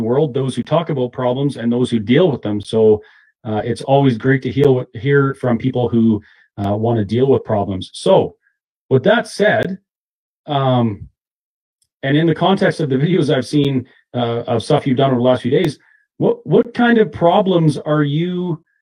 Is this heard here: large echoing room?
no